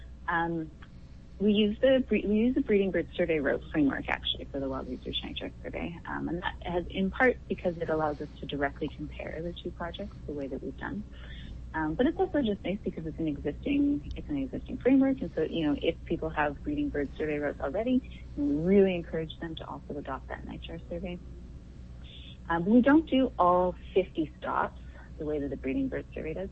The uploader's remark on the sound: Joins me on the line from Edmonton.